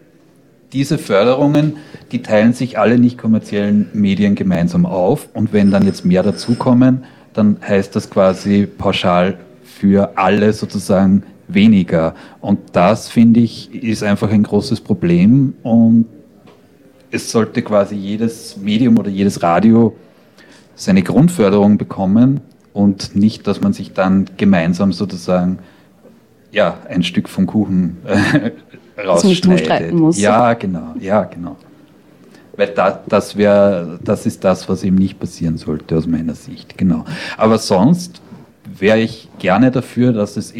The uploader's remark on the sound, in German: Teil der Diskussionsrunde zu der Situation von freien Radios in Österreich, die bei der 25-Jahre Radio FRO Feier aufgenommen wurde.